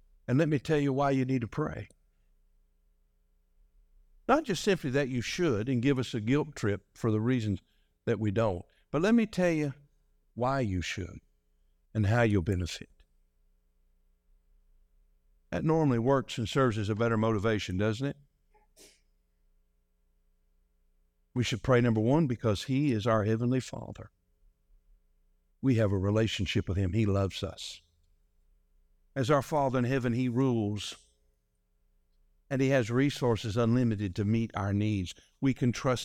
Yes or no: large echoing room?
yes